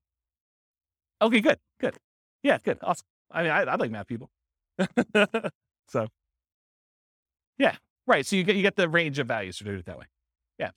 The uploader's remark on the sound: This was a live class recorded.